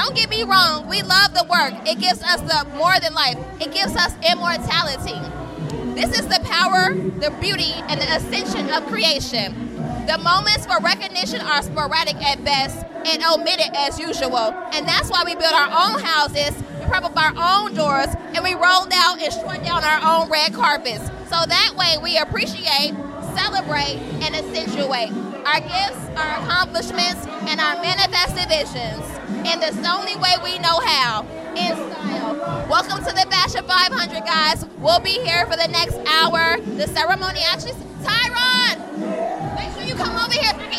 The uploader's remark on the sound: LIVE from The FASHION 500 Gala. Short interviews with Honorees, Designers, and Fashion industry professionals!